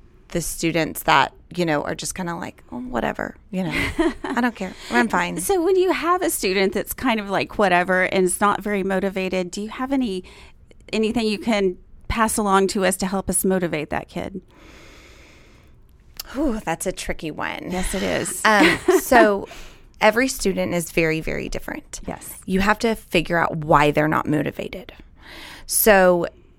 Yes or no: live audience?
no